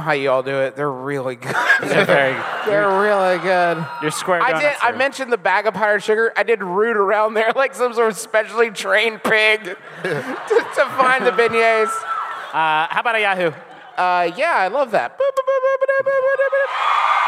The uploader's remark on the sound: Enjoy our recent live show from New Orleans!